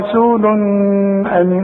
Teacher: ما غنتش ليه هنا؟ تقول لي علشان بعد التنوين همزة، والهمزة من حروف الاظهار